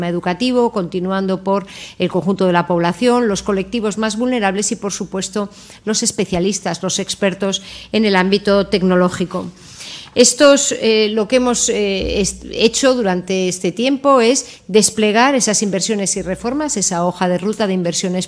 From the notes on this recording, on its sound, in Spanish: Os dejamos el audio de la rueda de prensa posterior al consejo de ministros.